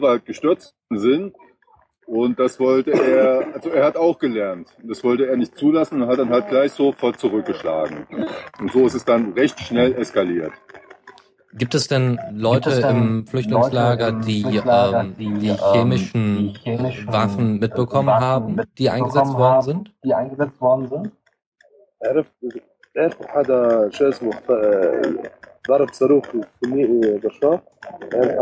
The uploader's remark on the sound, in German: In dieser Sendung haben wir live aus einem Flüchtlingslager berichtet.